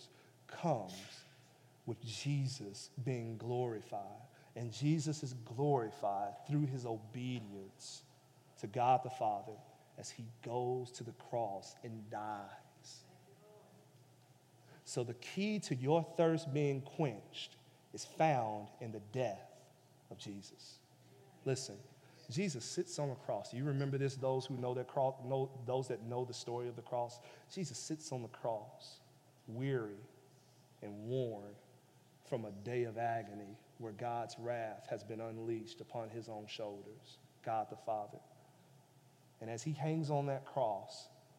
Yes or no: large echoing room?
yes